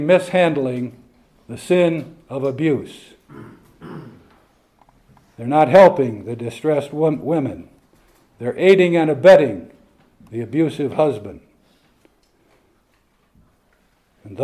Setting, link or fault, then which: setting, live audience